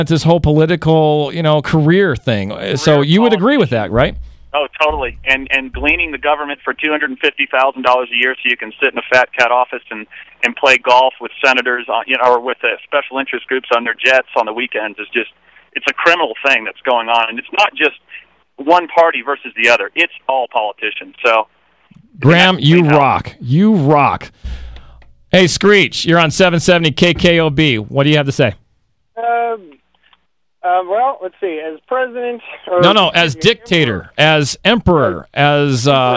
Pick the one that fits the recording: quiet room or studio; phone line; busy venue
phone line